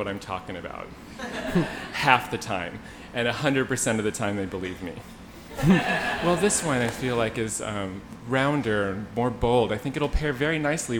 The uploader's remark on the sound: Ask Roulette is a conversation series in which strangers ask each other questions on stage. This excerpt is from our August event at Housing Works Bookstore in New York City. Several audience members.